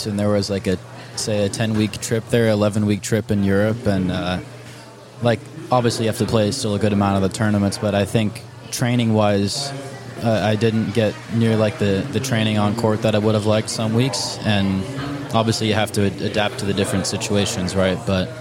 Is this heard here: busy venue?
yes